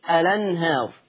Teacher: فبتحذف الهمزة للتخفيف وبتنقل الحركة إلى اللام فتصير الأنهار · Term: النقل